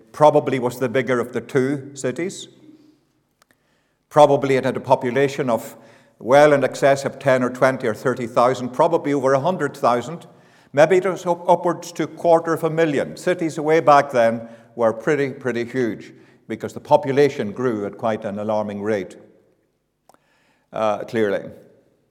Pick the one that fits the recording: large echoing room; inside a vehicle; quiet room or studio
large echoing room